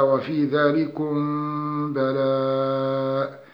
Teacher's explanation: أما إذا كان موقوفا عليه كما في قوله تعالى: وفي ذلكم بلاء، ففيه أربع حركات أو خمس حركات، وفيه أيضا ست حركات من أجل الوقف السكون العارض · Term: المتصل